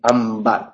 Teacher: si la N va seguida por una B, ambar, entonces ya es una M, ambar. No podemos decir ambar.